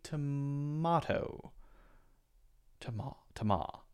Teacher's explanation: More of an ah sound there. Slightly different vowel sound.